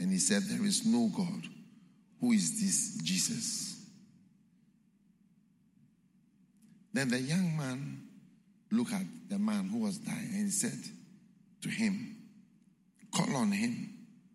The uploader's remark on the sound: Preached at the Qodesh